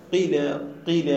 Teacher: هذه لغة، ثلاث لغات، هاي لغة الأفصح إنه قيلة كسر ما قبل الألف، ولغة ثانية أيضا كسر ما قبل الألف وفيه إشمام الكسر بضم